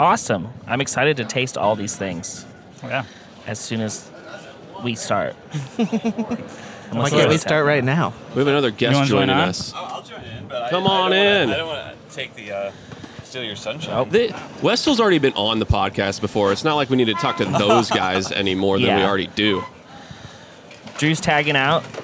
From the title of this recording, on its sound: Live from BrrrFest!!